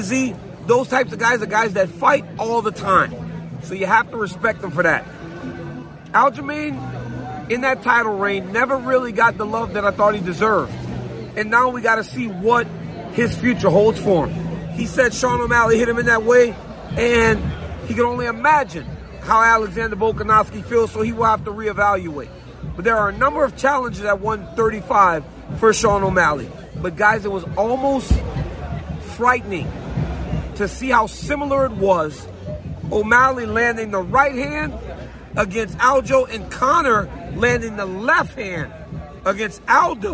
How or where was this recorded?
busy venue